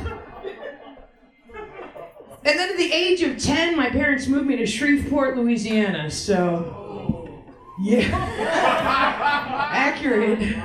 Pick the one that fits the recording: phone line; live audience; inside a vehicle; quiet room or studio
live audience